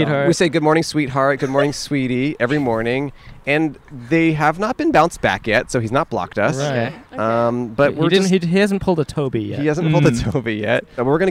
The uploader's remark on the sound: Recorded on 5/15/21 on Franklin Blvd in Los Feliz, Los Angeles.